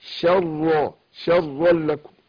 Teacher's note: احنا عايزين بقدر الإمكان نخلص الشين من التفخيم · يعني هرقق الشين وفخم الراء